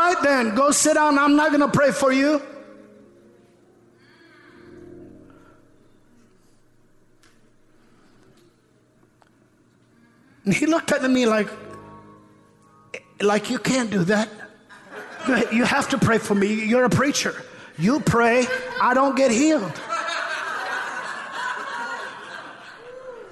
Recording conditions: large echoing room